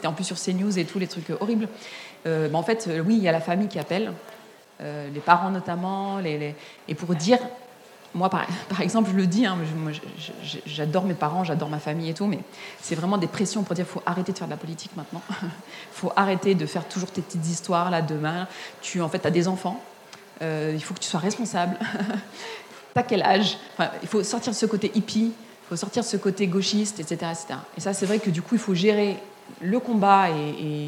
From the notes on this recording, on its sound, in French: Conférence enregistrée en public à la REcyclerie.